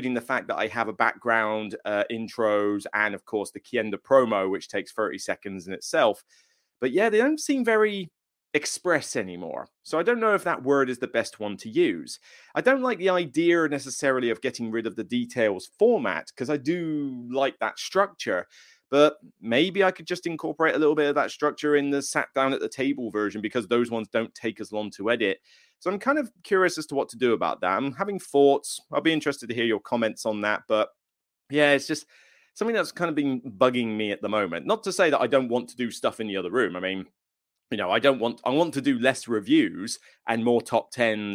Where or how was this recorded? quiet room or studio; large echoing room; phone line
quiet room or studio